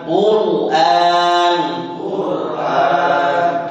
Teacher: Nah itu, nah yang membedakan roh tebal dan roh tipis itu, kalau yang posisi depan itu mesti sama, yang membedakan itu adalah lidah bagian belakangnya. Ya kalau roh tebal, ya itu lidah bagian belakang itu mesti naik, bisa dilihat gambarnya, mesti naik.